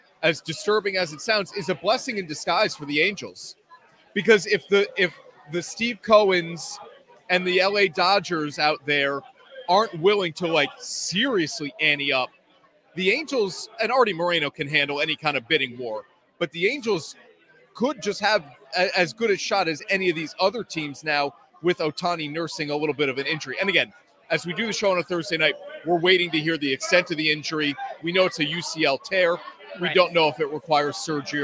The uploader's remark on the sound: LIVE from Kings Tavern in Saratoga Springs!